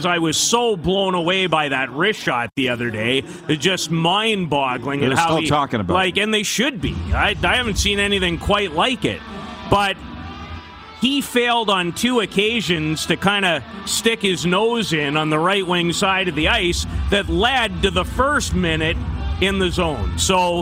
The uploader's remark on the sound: Live from the World Junior Quarter-Finals. Back for Week 2 LIVE from inside Rogers Place in Edmonton, Alberta - site of the 2022 World Junior (2.0) championships!